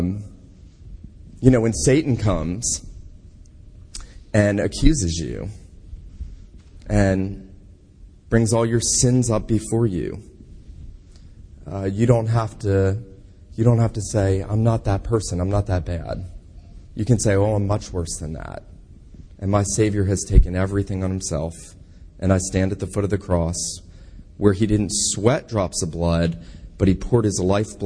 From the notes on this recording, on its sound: This sermon was preached at Kirk of the Isles PCA in Savannah, GA.